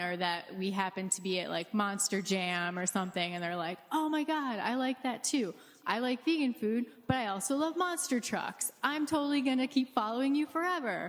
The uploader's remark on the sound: In a live podcast panel recorded in February at Rockit Bar & Grill